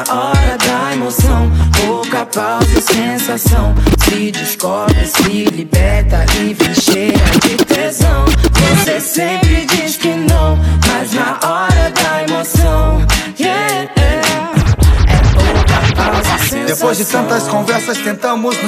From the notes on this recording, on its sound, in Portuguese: Live Set. Tudo ao vivo no sambachaça que rolou alí no Santo Cristo.